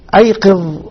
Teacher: هذه كلها كلمات ينطق بها الظاء بإخراج طرف اللسان إلى الخارج قليلا